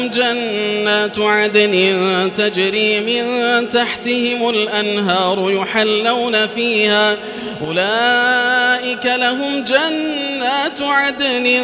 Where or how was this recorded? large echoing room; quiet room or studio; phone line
large echoing room